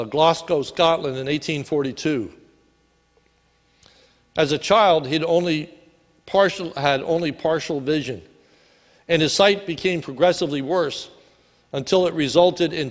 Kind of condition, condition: setting, large echoing room